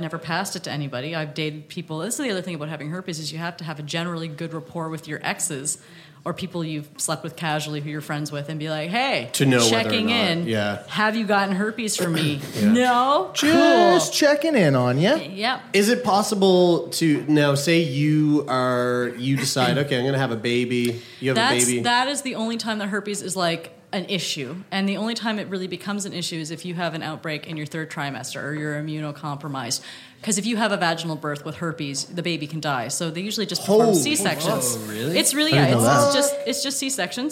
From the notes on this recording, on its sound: Live from The Art Bar. It's a Live Show Double Header!